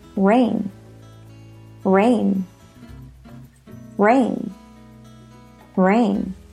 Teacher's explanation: Make rain sound musical and stress it with two notes. Rain. Rain.